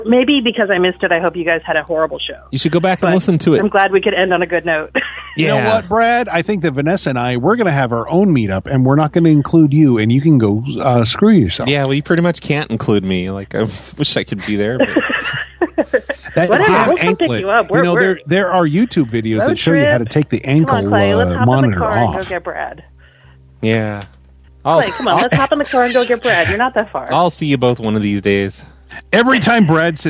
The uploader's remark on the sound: a late-night Thursday call-in show